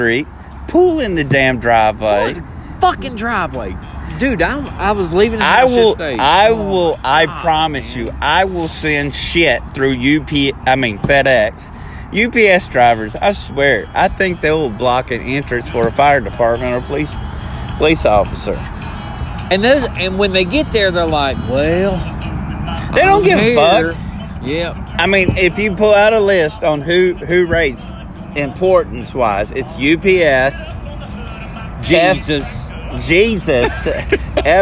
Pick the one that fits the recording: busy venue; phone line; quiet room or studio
busy venue